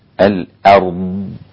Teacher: كلمة الأرض لابد أن أنتبه إلى شيء، أولا إلى نطق الكلمة سليما، ففيها ثلاثة أمور لابد أن أراعيها: ترقيق الهمزة مع تفخيم الراء مع استطالة الضاد، الآ وليس الآ، والأر وليس الأر، والضاد لابد أن تكون فيها استطالة، الأرض، هذه استطالة الضاد، أرض.